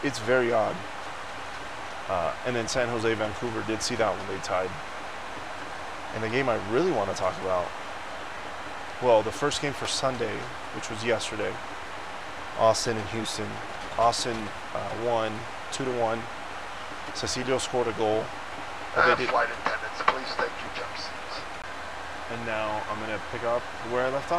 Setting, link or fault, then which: setting, inside a vehicle